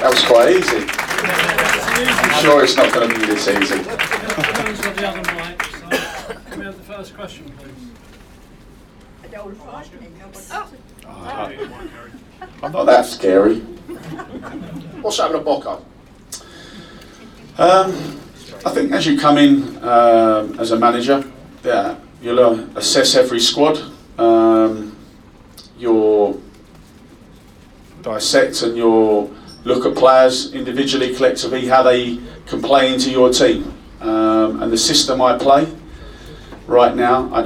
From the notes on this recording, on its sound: Was recorded in the Supporters Club on Monday 15th January. Spoke to a live audience of Leyton Orient fans.